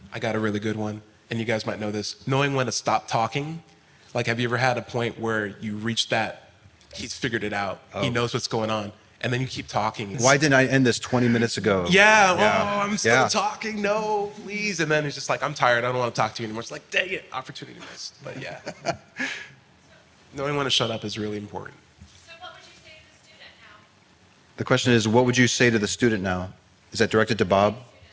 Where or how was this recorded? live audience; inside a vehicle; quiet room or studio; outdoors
live audience